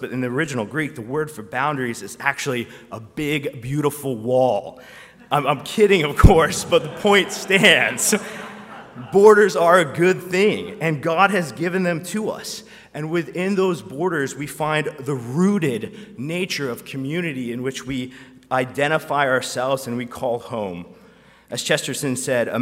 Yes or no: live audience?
yes